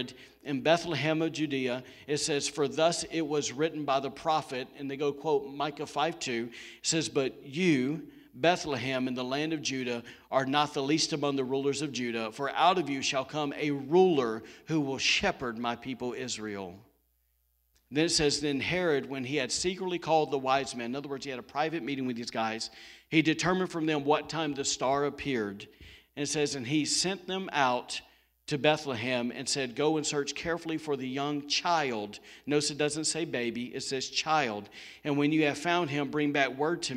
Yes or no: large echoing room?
yes